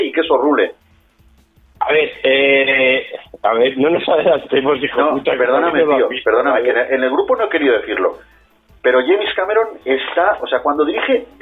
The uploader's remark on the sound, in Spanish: este audio derivado de una llamada telefónica común y espontánea